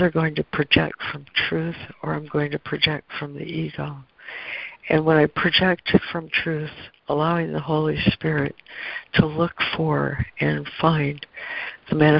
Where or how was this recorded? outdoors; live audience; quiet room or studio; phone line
phone line